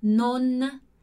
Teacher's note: Eu tenho que falar esse non como se viesse uma letra depois. Então, quando eu digo non, a minha língua ela encosta lá no céu da boca, como se eu fosse falar uma sílaba, né?